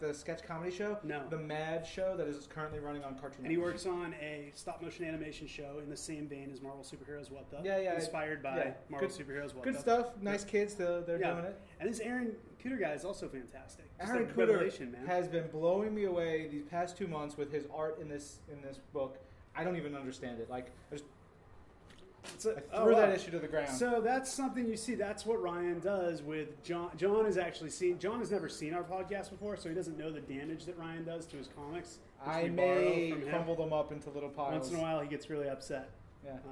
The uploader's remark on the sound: Live from NYCC